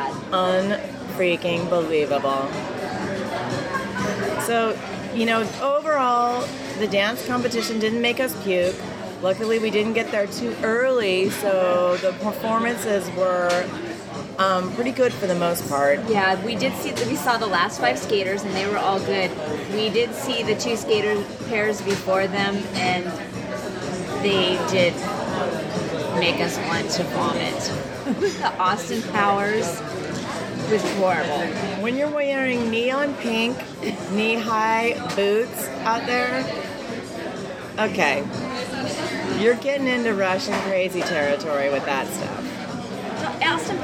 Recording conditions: busy venue